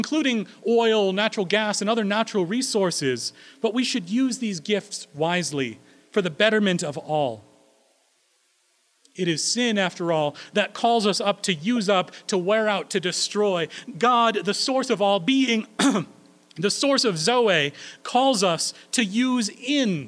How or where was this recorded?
large echoing room